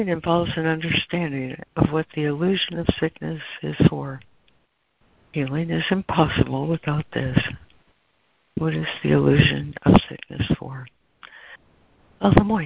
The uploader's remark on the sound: ACIM Daily Conference Call